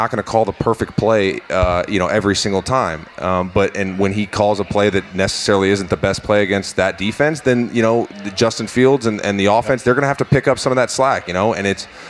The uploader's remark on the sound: Recorded live at Urban Meyer's Pint House.